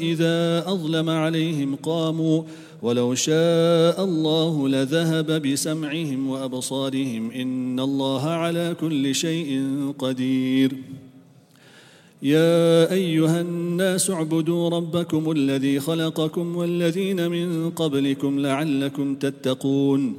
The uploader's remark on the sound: at the Houghton Masjid (West Street)